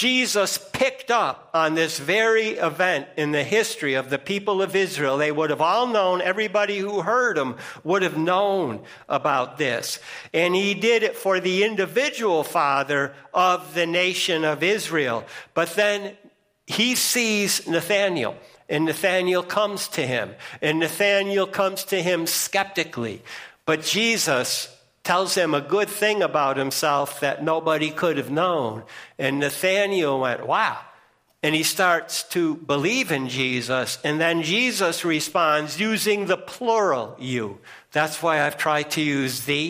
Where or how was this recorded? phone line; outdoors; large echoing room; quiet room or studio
large echoing room